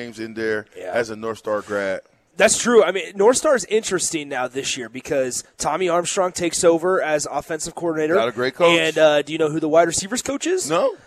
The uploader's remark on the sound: Live from Wingstop